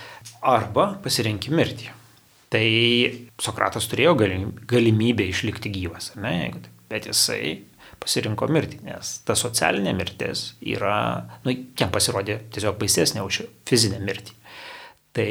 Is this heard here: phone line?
no